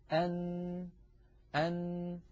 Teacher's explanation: عندما يقرع طرف اللسان منطقة اللثة يخرج حرف النون هكذا أن، فبعد أن يقرع مخرج طرف اللسان ما يحاذيه من اللثة من غار الحنك الأعلى ينقفل كل هذا المكان ولا يعود يمر من هذا المكان ولا ذرة صوت، فيتحول الصوت عن طريق التجويف الأنفي وهو ما يسمى بالخيشوم، فيخرج الصوت عن طريق فتحتي الأنف. إذن حرف النون يتألف من جزئين رئيسين، الجزء الأول طرف اللسان يقرع ما يحاذيه من غار الحنك الأعلى، بعد هذا القرع ينحبس الصوت في هذا المكان ويتحول المجرى عن طريق الخيشوم، فمجموع هذين العملين يشكل حرف النون.